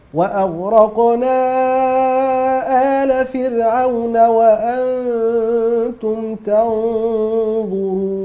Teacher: وسط المد المنفصل لقالون